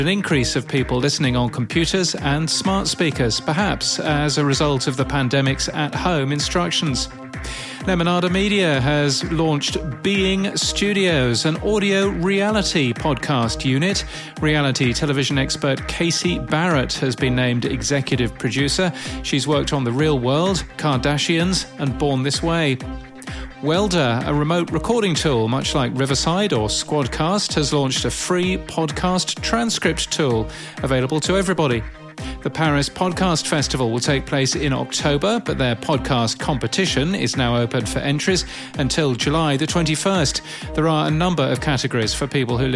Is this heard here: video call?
no